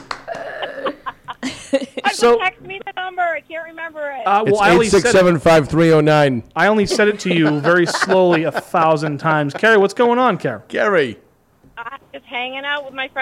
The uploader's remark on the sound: I also had a couple in studio fans and some surprise phone calls to have some off the rails fun!